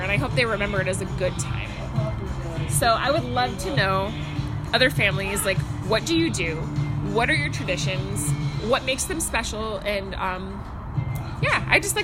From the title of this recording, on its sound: Background Noise